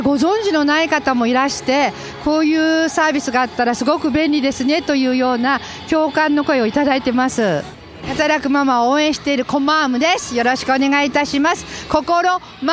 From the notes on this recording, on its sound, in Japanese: 会場の取材音声とともにお送りしました